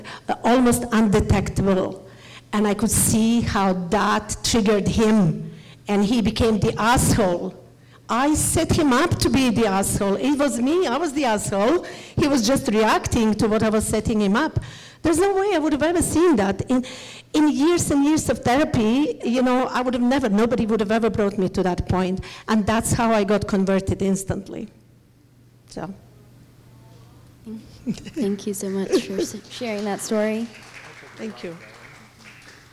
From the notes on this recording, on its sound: we will be sharing live audio from our recent Expansion Seminar event in Vancouver BC